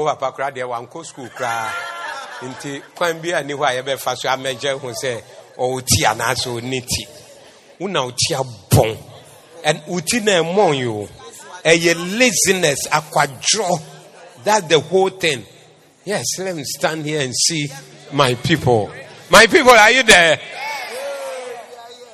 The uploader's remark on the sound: Preached at the Zeloo Service.